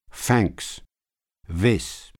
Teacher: Dental fricatives, replaced by F or V